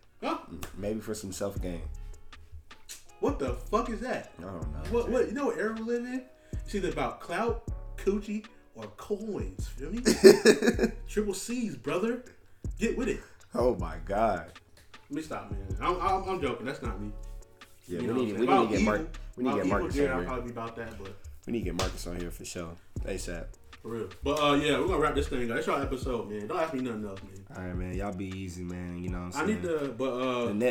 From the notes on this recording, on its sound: My mic died while recording, so if you listening turn it up all the way.